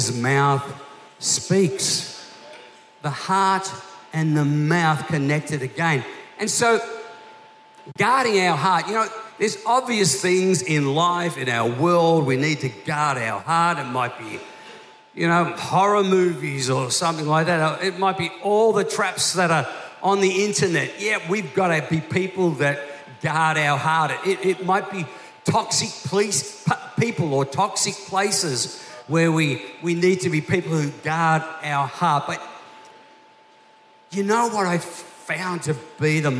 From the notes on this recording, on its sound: This was recorded in our 9am service on the 1st of Januray, 2023